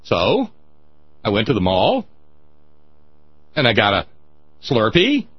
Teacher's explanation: the end of every declarative sentence sounds like a question · Term: upspeak